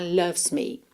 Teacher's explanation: Loves, do V você vai pro S, tá? Loves me.